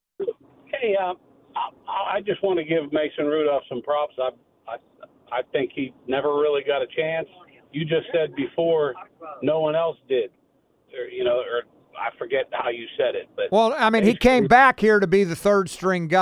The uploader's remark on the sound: We open the phone lines to listeners